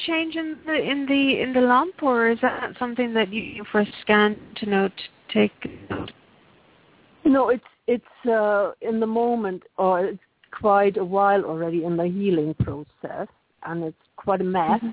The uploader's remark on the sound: Takes your calls for healing live today!